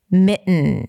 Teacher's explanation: it has the nasal T, which means a T sound that goes into an N right away